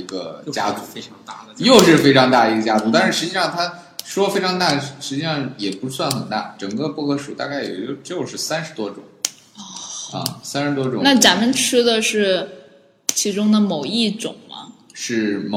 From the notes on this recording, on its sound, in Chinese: 本期节目为新设备第一次录制，回音感较强，还请原谅。